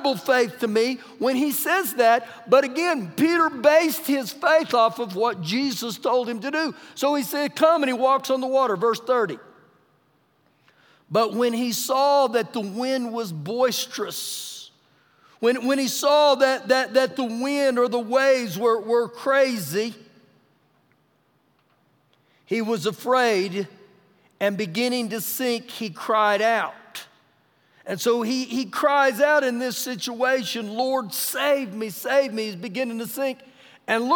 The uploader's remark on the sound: Recorded live during our Wednesday night service